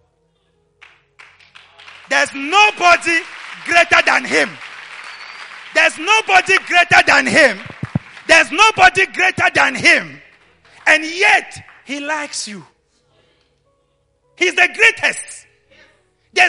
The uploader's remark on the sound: LIVE AT ABC KHALANYONI